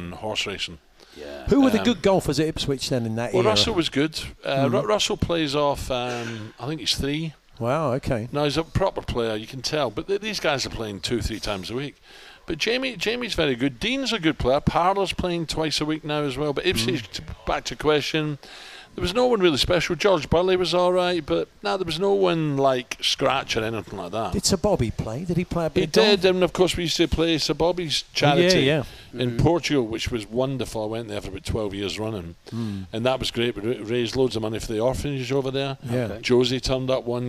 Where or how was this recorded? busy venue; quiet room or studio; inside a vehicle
busy venue